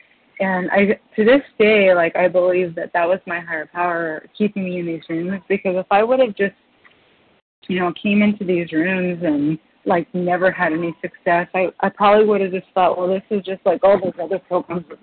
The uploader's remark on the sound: qualification from the 100 Pounders Phone Meeting